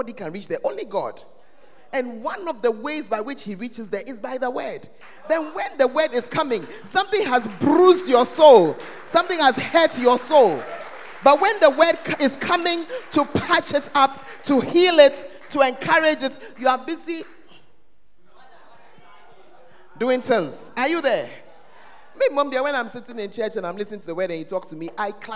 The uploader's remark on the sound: Preached at First Love Center; Ayeduase